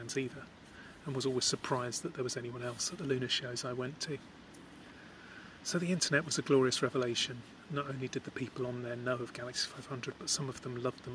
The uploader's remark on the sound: This podcast was recorded by the river at Kew with accompaniment from ducks, trains, boats, and the tide. The whistle at the end is the sound of a District Line train going over Kew Bridge, and the wash lapping my feet is from a tourist boat heading towards Richmond.